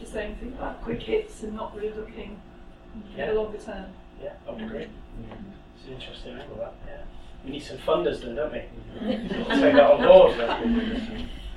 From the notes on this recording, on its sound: Speaks at SRHE Technical, Professional and Vocational Higher Education Network Event - Developing Feedback Literacy: Key Challenges and Future Horizons.